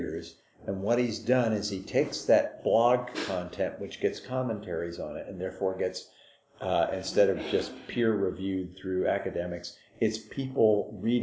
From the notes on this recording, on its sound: We recorded live where we could and as a result incidental sounds intrude. At The Kraken. Splashed out on a new recording device.